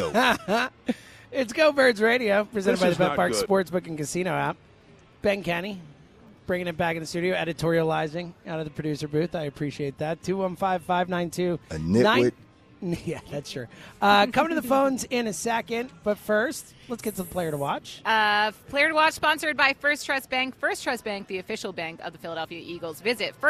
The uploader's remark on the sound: live at Parx Casino